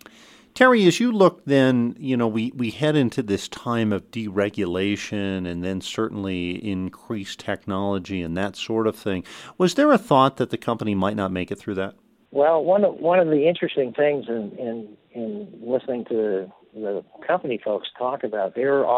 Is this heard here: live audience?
no